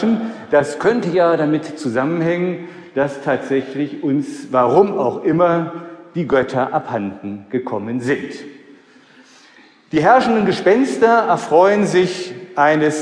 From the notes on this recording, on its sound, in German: Vortrag beim Heiligenfeld-Kongress 2016. Livemitschnitt beim Heiligenfeld-Kongress 2016 "Spiritualität im Leben".